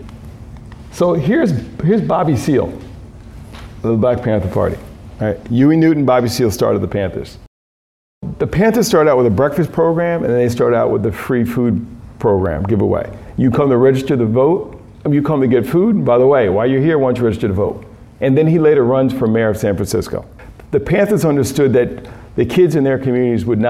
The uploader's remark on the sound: Excerpts from a Key Note delivered at a Food Justice Symposium. Phillips Academy Andover, Massachusetts. Question from the audience.